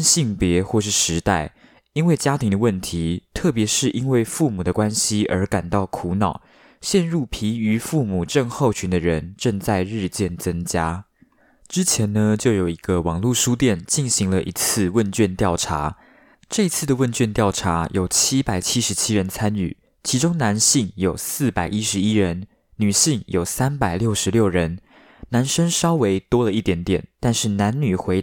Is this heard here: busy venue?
no